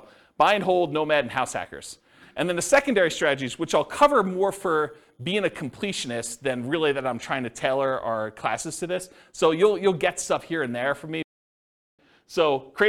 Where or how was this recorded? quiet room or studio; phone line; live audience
live audience